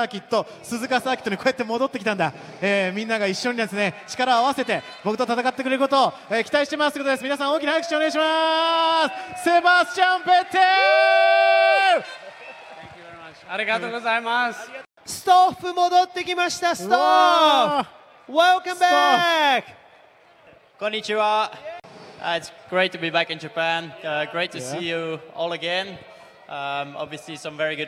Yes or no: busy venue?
yes